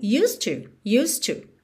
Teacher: E o D, que é a consoante oclusiva, eu já ligo no T do to, então você ouve mesmo "used to", "used to", ok?